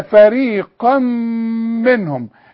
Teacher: التنوين اللي بعده ميم ندغم ادغام كامل بغنى